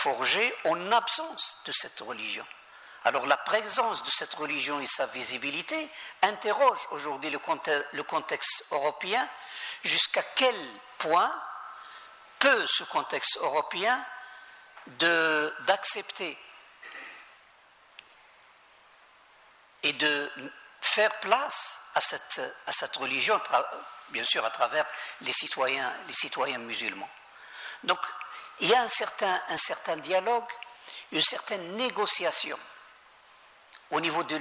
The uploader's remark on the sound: Thirteenth and final lecture in the Aula Árabe Universitaria 4 series, held in Madrid